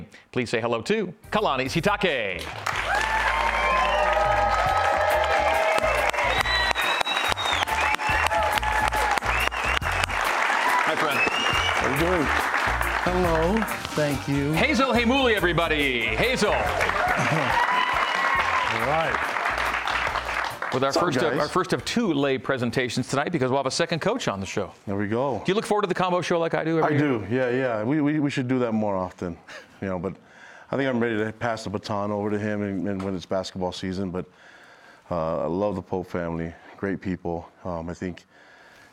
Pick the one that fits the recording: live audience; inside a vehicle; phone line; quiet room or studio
live audience